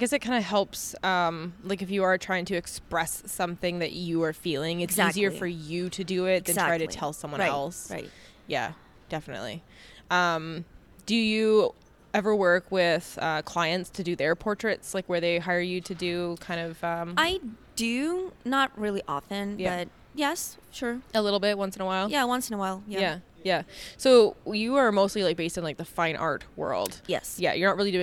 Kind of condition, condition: setting, busy venue